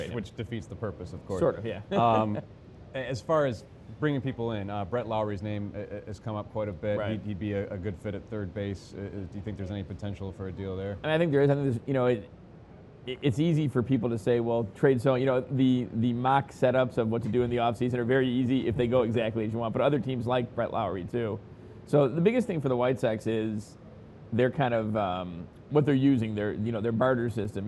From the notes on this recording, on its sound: live in Nashville at the Winter Meetings